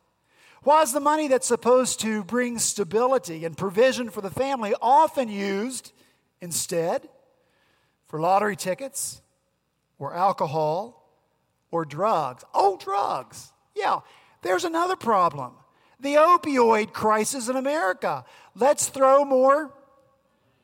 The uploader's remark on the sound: At Redeemer Presbyterian Church in Charleston, SC, our senior pastor on Sunday, August 12